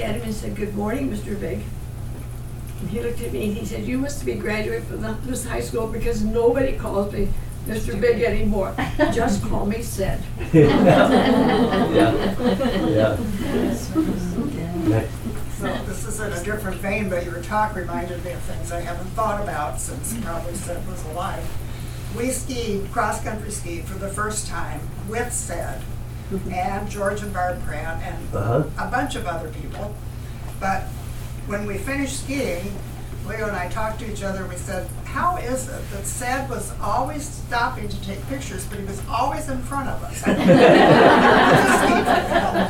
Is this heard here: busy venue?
yes